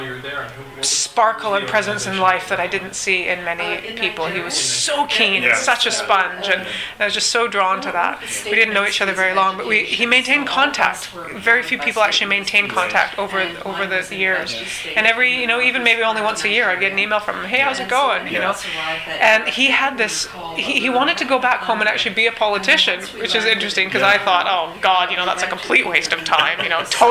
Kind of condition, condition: setting, busy venue